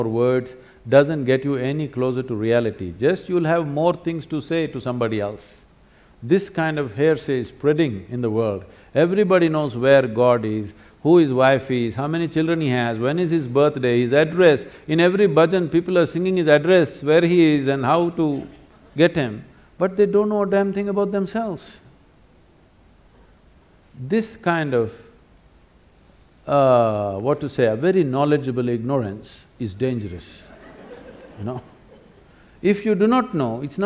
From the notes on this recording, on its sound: answers several questions from the audience